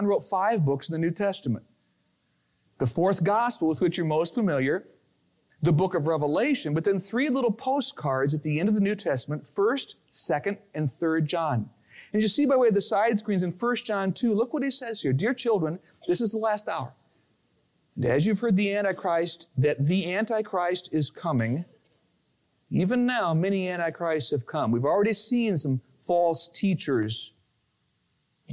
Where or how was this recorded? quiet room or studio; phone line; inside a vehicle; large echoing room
large echoing room